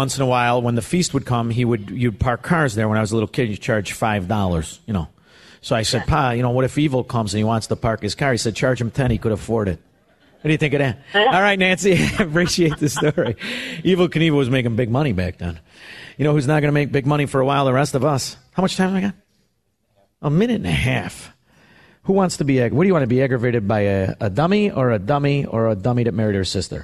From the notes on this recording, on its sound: Broadcasts LIVE from Donley Auction in Union, IL.